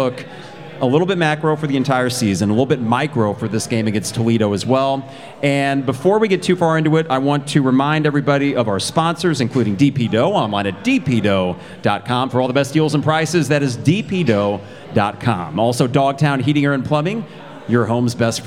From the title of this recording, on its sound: Live from Pour Bros. Craft Taproom